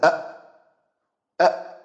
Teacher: الهمزة شديدة، ينحبس الصوت عندها